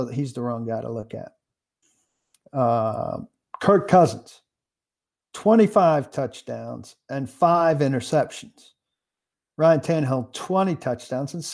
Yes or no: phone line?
no